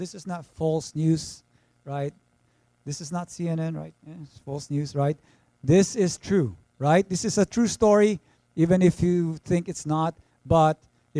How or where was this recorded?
large echoing room